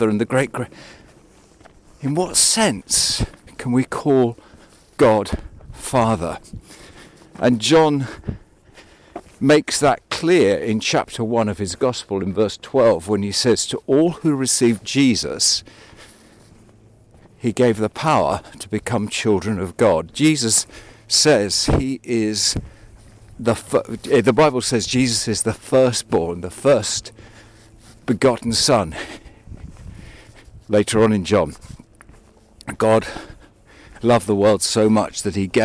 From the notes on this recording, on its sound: This one was recorded on a walk.